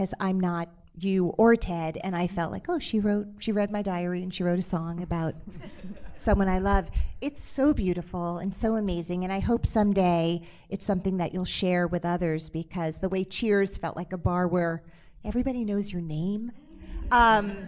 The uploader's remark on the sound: Live from the Atlantic Theater Company. Hosted her Little Known Facts podcast on stage at The Atlantic Theater Company.